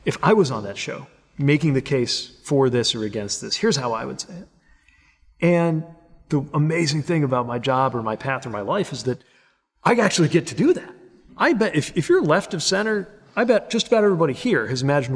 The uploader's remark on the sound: Recorded before an audience at the University of Richmond's Modlin Center for the Arts.